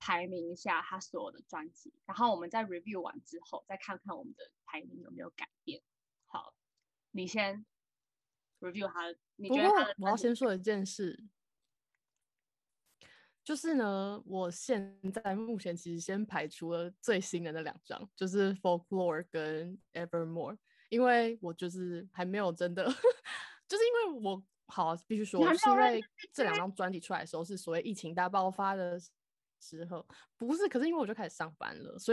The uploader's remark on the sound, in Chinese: 嘗試不同遠端錄音法，音質有點差，敬請見諒！